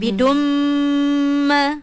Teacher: Dhammatain berjumpa dengan huruf mim. Dia akan jadi idgham al-ghunnah ataupun kita panggilnya sebagai wajibul ghunnah pun boleh. Sebab mim ada tanda tasydid, dia panggil dalam kategori wajibul ghunnah.